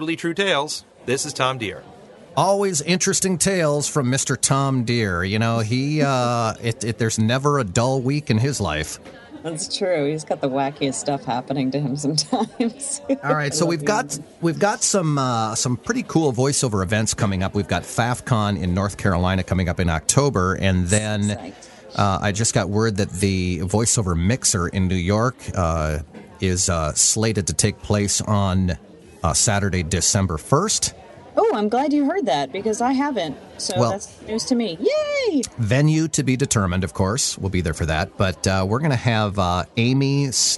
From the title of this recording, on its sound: LIVE from V.O.I.C.E. 2012 in Anaheim, CA